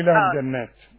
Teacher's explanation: لازم تغن ما دام عليها الشدة · Term: غنة